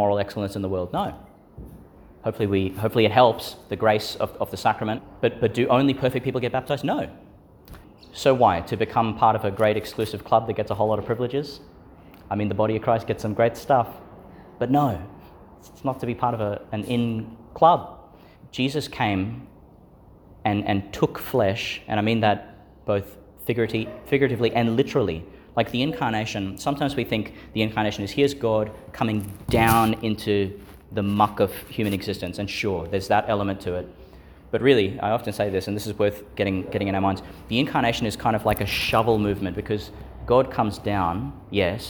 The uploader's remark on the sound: Homily for the Thirtieth Sunday in Ordinary Time, delivered at St Agnes Church, Agnes Waters, Qld.